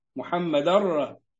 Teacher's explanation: ما ينفعش تقول محمدا رسول لا محمد الرّ إدغمها إدغام كامل وهات الراء مفخمة لأنها مفتوحة